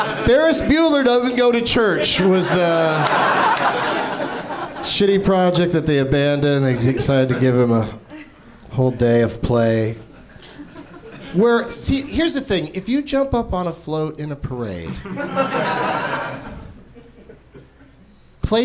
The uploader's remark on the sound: Live from the NerdMelt Showroom in LA